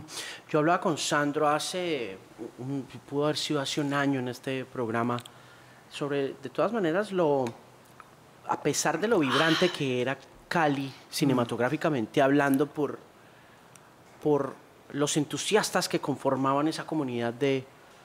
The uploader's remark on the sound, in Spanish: Durante el Festival Internacional de Cine de Cartagena de Indias , en medio de la brisa , el sol y la alucinante arquitectura de la ciudad amurallada